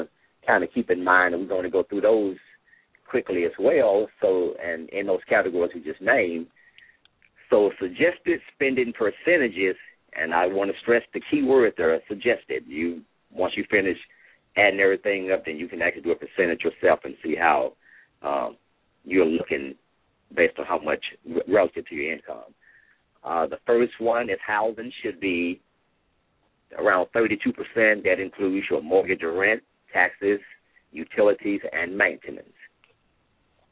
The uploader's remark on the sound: LML uses a progressive live call in format.